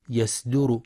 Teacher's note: يخطئ من يقرأ يصدر بترقيق الصاد فتقترب من السين